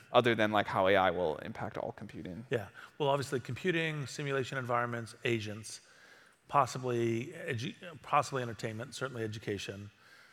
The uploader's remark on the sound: recorded during Greylock's Intelligent Future summit in August 2022